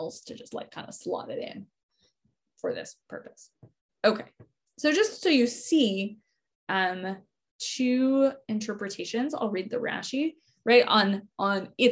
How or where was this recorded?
video call